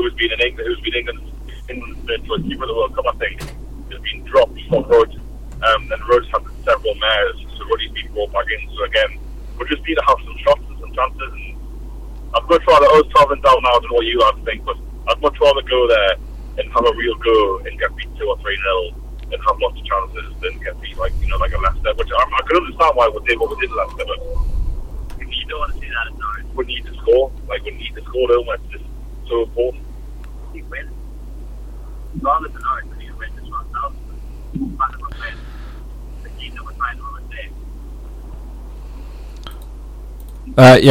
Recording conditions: inside a vehicle